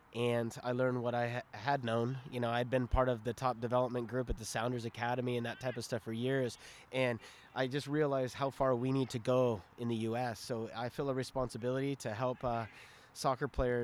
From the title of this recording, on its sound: Live From The Combine